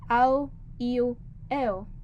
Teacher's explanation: Aprendí la elisión de la D cuando está en una posición intervocálica. En casos como ado, ido, edo, a menudo se pronuncia au, iu, eo.